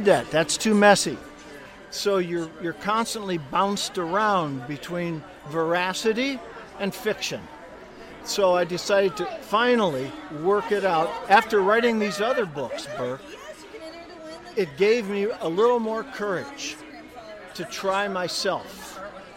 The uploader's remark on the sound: This week’s episode of the Big Time Talker comes live from the Southern Christmas Show in Charlotte, North Carolina.